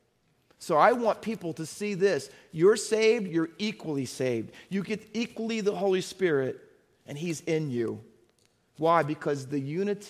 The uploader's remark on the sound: Faith Baptist Church in Hamilton, NJ.